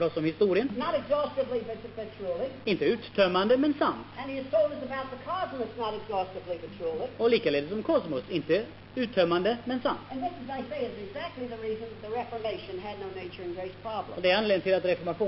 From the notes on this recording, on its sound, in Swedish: Inspelad i Akademiska f&#246;reningen i Lund 1973.